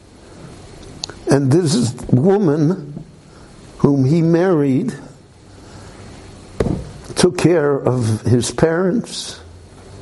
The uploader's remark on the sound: This lecture was recorded live at Beit Knesset HaNassi in Jerusalem.